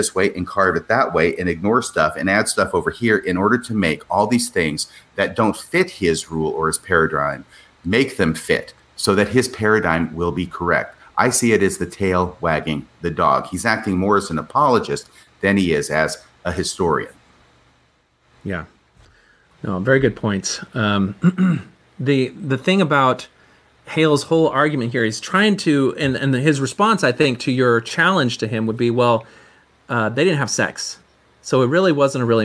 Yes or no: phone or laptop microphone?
no